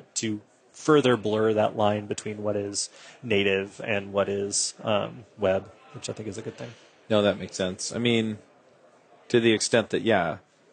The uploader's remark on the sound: Live at Microsoft Ignite